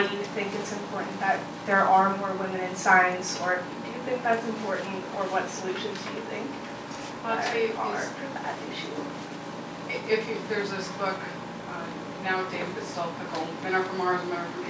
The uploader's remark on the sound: Her remarks were recorded at CBLPI's annual Capitol Hill Intern Summit on June 3, 2016.